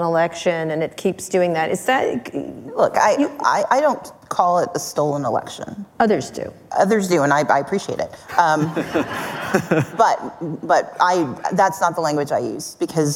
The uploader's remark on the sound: Live at Code 2019